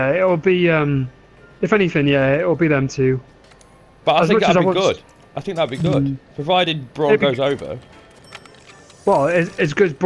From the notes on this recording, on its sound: Whilst playing some Monster Hunter! Sorry about the background noise, we were chatting on PSN as i played some Monster Hunter.